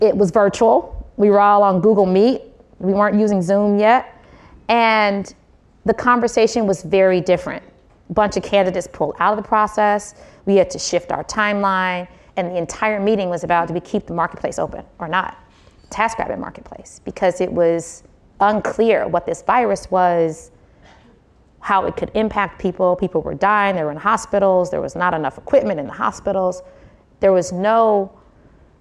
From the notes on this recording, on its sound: Recorded live from the Concrete Rose Summit in Menlo Park, CA.